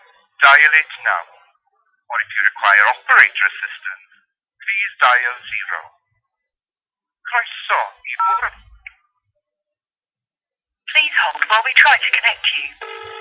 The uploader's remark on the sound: Phoning around powys. A low-quality recording of all the phone calls.